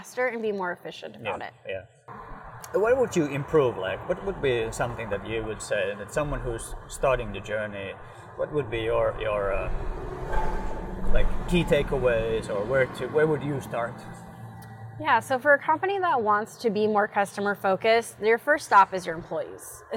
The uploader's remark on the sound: Recorded outside.